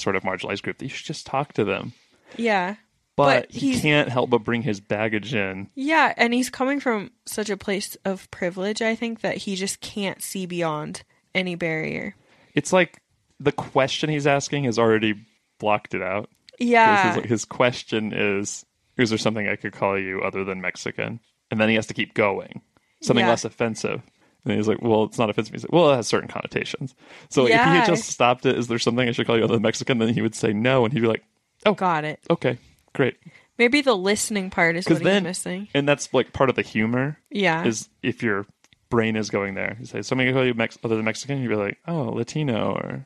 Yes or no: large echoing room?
no